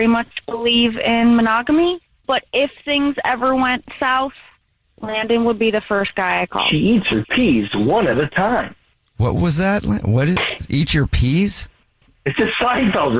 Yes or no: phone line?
yes